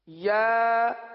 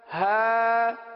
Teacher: یعنی ایک حرف ادا کریں، تھوڑا سا رک جائیں، اگلے حرف کو اس کے مخرج سے ادا کرنے کے لیے یہ رکنا ہوا، کیونکہ یا جو ہے یہ وسطِ لسان وسطِ تالو، زبان کے درمیان اور تالو کے درمیان سے ادا ہوتا ہے، اور ہا جو سینے سے متصل حلق ہے یہاں سے ادا ہوتا ہے